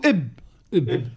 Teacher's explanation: نقولوا 85% شدة و 15% فما رخاوة فما شوية رخاوة